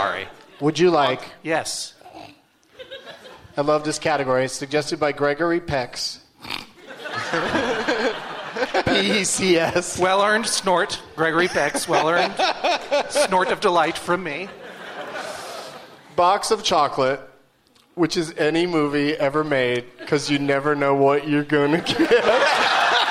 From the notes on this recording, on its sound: Recorded live at the Gramercy Theatre in New York, New York.